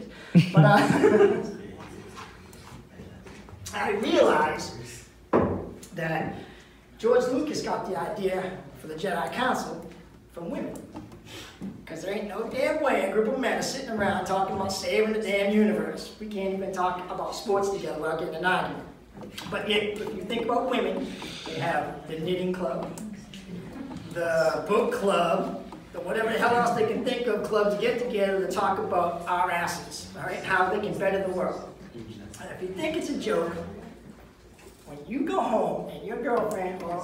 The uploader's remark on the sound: Live at the MEG - Second Show